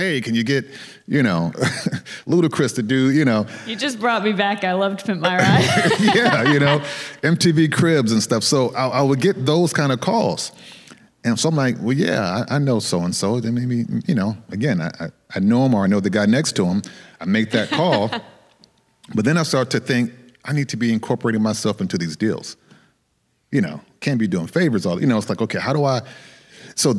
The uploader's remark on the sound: Special Live Episode. The SeriesFest team traveled to Berkeley, California for a special live taping on the University of California campus. To the students, staff, and audience.